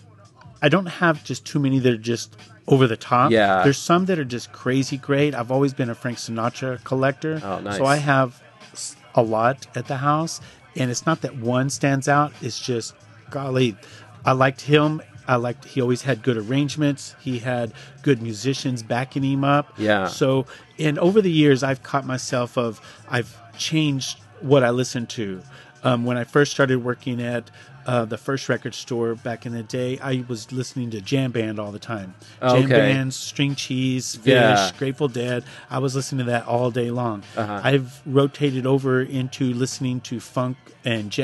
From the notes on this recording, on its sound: We recorded this in the listening section at his store. Since we recorded this episode in the store you’re going to hear some customers walk by, the door chime a few times and the phone ringing.